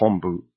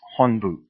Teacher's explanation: And if you can't see the difference there, what I'm referring to is the H-O-N, as in November, or H-O-M, as in Mike. Hon is correct. Hom with the M is not correct. · Shown in: second take